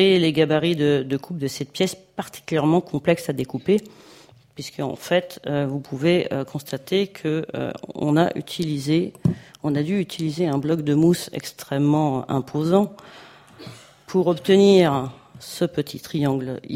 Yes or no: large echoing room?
yes